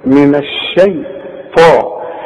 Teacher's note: اوعى تقول لي من الشيطان، الشين دائما في القرآن وانت خدتها مرققة دائما، من الشيطان. الطاء هي المفخمة، والطاء من أعلى الحروف المفخمة لأن بعدها ألف